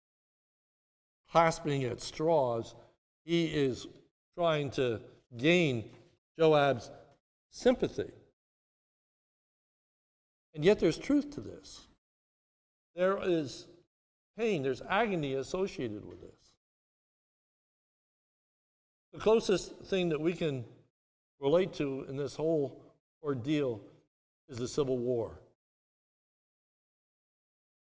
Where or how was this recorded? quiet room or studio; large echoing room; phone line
large echoing room